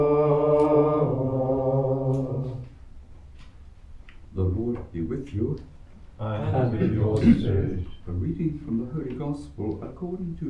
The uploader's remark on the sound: Recorded live at Southgate House on 21 July 2023.